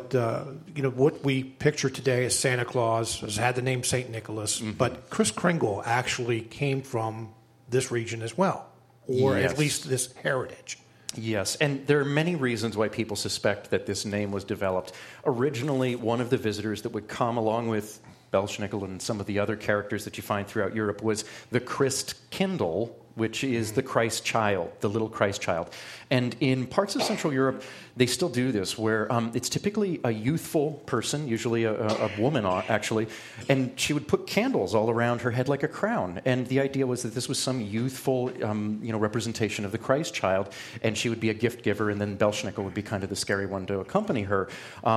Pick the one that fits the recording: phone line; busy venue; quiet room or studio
busy venue